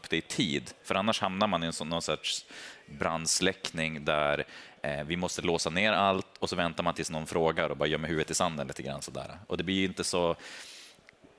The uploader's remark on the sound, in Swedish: Live från Teamsdagen